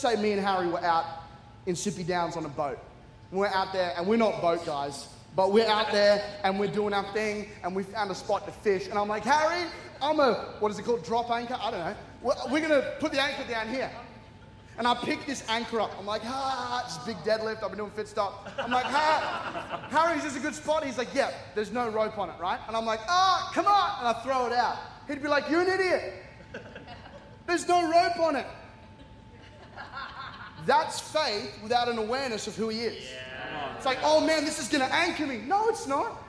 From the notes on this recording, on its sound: C3 Powerhouse. Recorded during our 5pm service on Sunday, the 14th of January 2024.